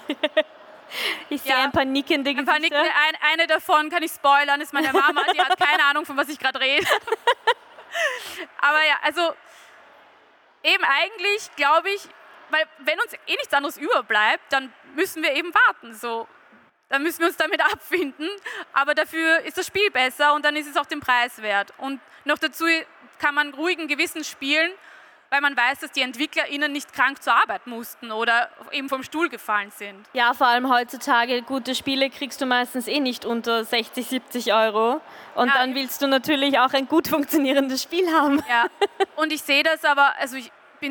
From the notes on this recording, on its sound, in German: Live von der VIECC. Live von der Vienna Comic Con.